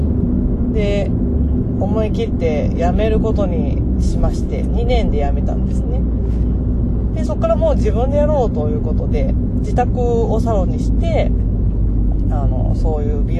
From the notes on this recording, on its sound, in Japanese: 今回は、車の中で録音しました。少し声の感じや後ろの雑音がありますが